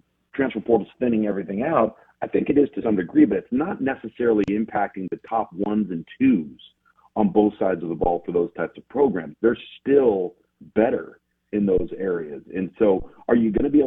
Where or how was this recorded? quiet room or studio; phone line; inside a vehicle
phone line